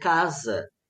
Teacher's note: a última vogal, então, que é depois da sílaba tónica, é elevada, ou seja, ela é pronunciada um pouco mais para cima na boca